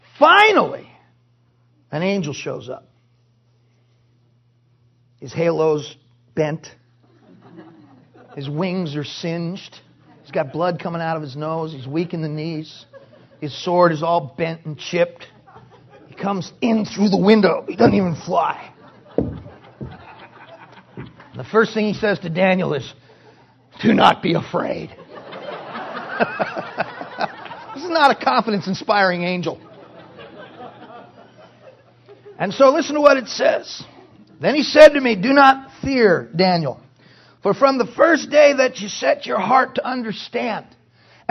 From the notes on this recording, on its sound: Preached in 2008 NW Bible Conference